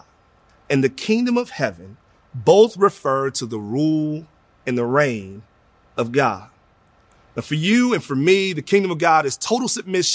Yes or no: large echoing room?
yes